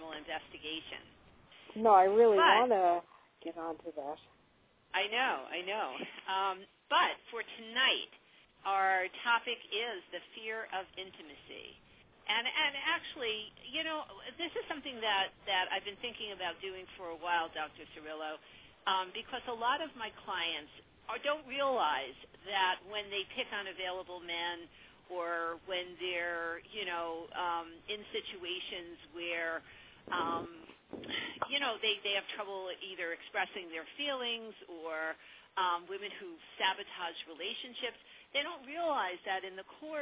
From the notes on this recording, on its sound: a live call-in radio talk show